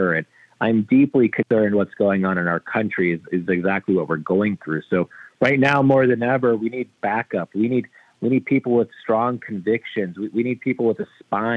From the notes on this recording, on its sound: we take your calls in open phones across America